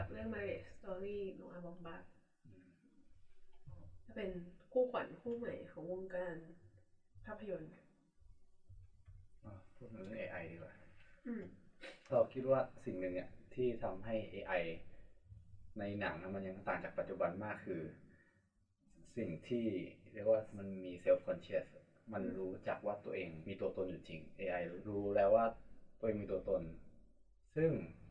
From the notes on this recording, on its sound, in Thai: ต้องขออภัยเป็นอย่างสูง หากคุณภาพเสียงจะแย่มากๆ เนื่อจากมีความผิดพลาดทางเทคนิคเล็กน้อย